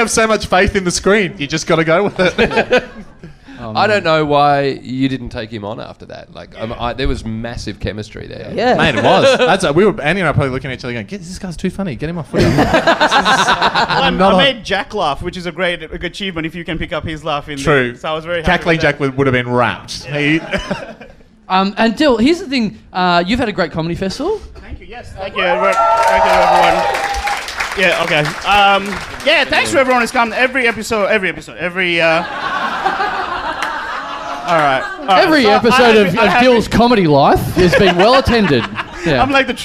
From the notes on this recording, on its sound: Recorded LIVE at The Joint on April 19, 2015.